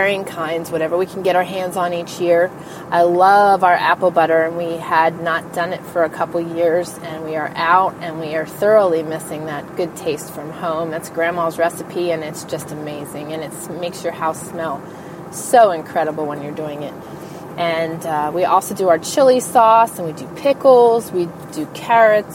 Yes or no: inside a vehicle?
yes